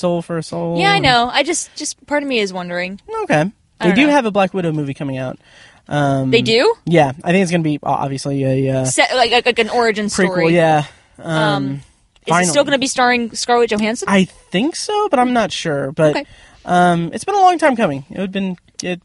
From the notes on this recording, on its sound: Review Long Shot in my car after a screening.